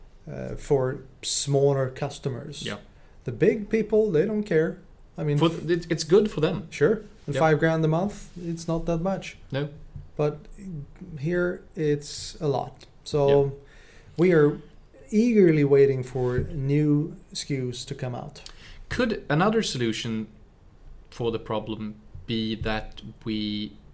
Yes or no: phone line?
no